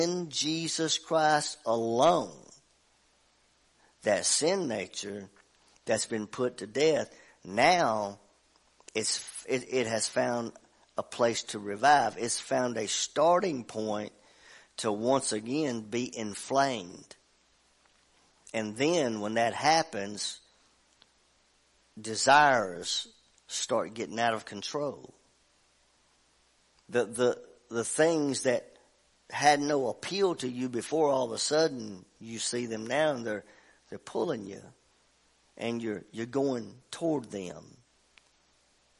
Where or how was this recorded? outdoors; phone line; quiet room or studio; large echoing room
large echoing room